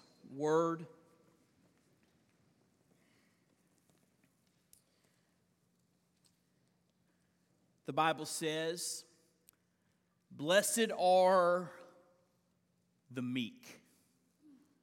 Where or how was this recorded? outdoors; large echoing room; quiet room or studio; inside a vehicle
large echoing room